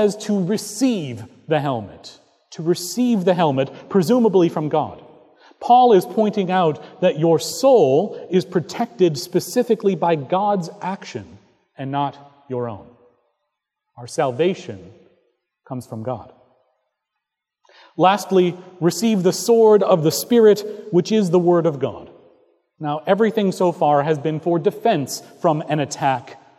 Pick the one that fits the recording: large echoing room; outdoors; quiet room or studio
large echoing room